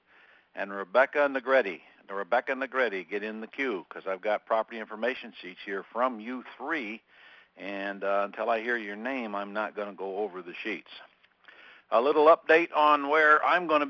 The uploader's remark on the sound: 2014-01-13 Q&A Call